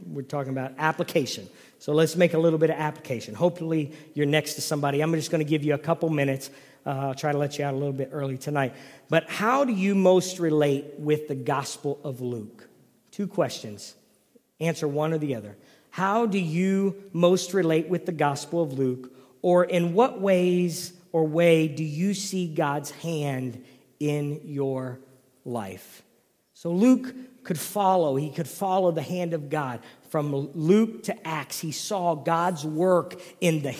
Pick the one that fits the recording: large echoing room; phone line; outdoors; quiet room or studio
large echoing room